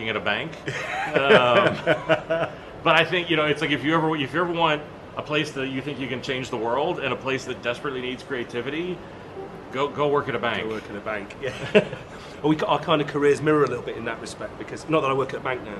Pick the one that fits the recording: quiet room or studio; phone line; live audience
live audience